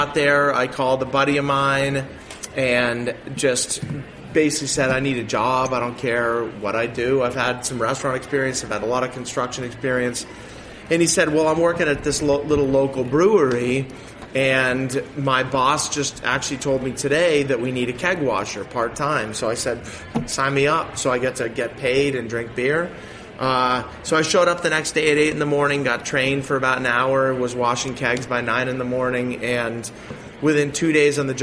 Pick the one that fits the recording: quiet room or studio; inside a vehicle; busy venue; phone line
busy venue